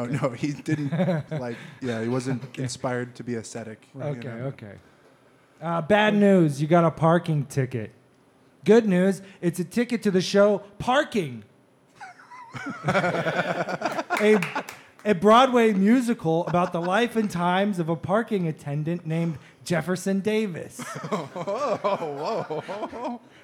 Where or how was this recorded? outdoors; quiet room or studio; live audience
live audience